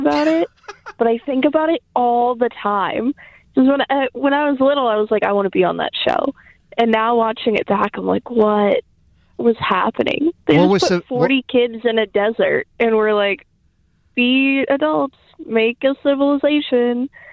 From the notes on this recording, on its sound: Listeners called in to say what their Roman Empire is!